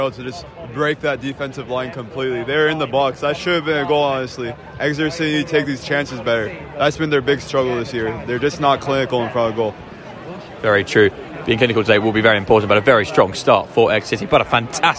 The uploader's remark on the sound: Live commentary from a tense …